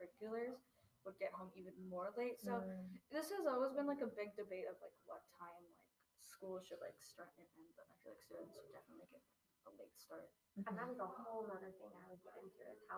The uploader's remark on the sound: Our sound was a bit quieter for this one due to a temporary change of location, so please turn your sound up for this one!